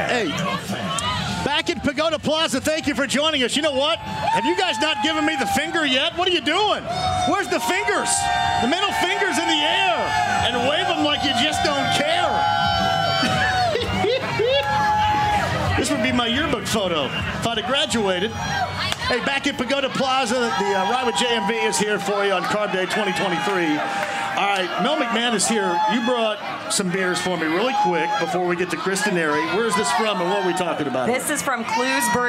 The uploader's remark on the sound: Live at Carb Day From The Indianapolis Motor Speedway!